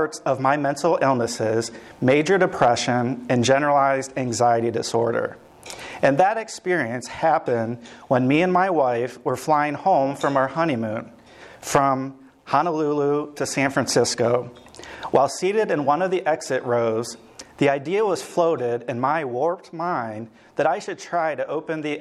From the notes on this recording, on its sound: LIVE from the quarterly luncheon in September 2021, sponsored by the Hudson Area Chamber of Commerce at the Country Club of Hudson